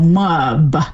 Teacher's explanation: But what we'll do is we'll sort of insert an extra vowel between the M and the B, so mub. Would be more like we pronounce that.